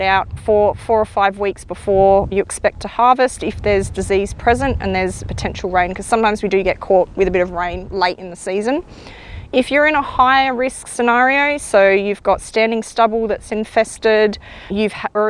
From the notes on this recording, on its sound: Coming to you from the GRDC Grain legume Production hub site field day at Loxton